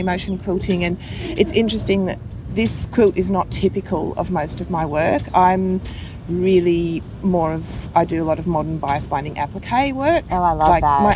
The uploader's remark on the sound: QuiltCon 2017. I caught her just a few hours before she had to catch a flight back home. We sat on the grass outside the convention center and chatted.